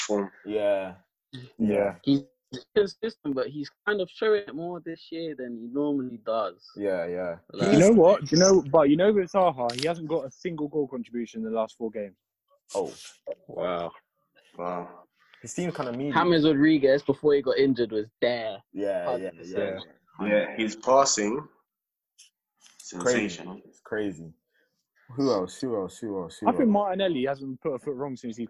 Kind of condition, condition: link, video call